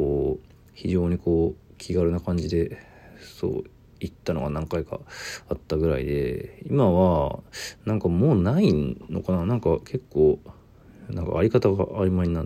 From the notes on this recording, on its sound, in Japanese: ボイスメモです。